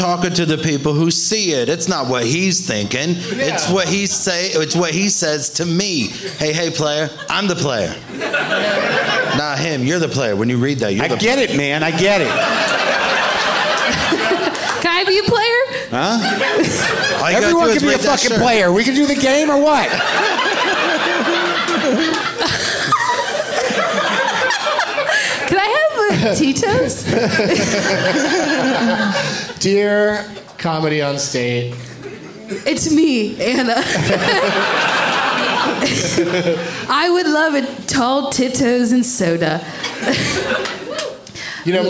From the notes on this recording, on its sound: Live from Comedy on State in Madison